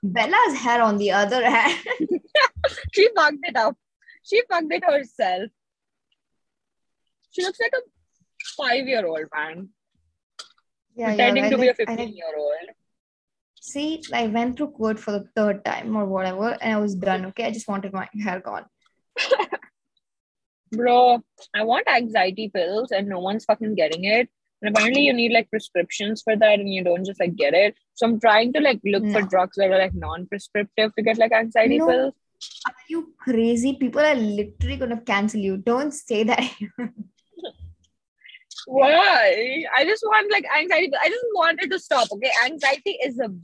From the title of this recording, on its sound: Car version